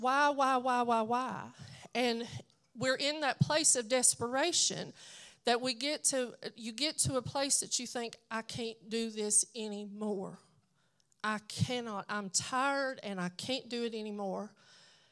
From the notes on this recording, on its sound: at Redeeming Grace Church of God for their BOND event.